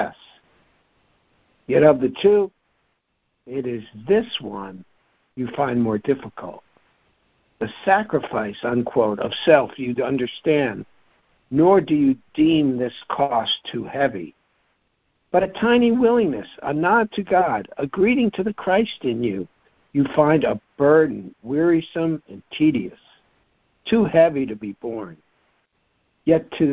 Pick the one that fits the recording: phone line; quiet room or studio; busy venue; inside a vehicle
phone line